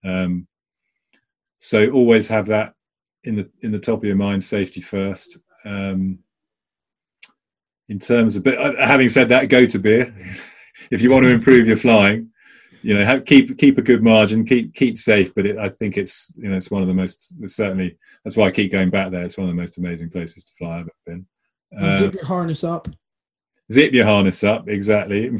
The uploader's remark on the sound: Zoom talk for the Avon Hang Gliding club.